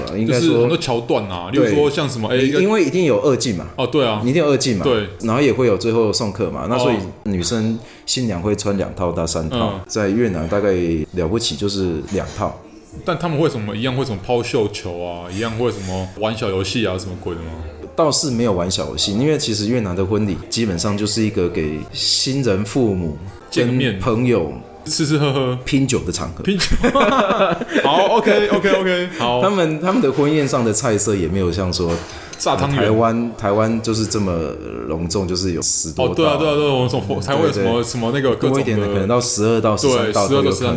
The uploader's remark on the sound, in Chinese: 本集白噪音指數：蚊風級 1/5。錄音地點： Kafemera - 卡菲米朗坊。